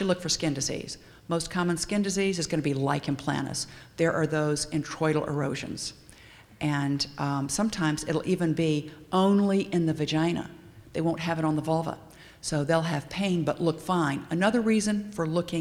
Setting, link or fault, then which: setting, busy venue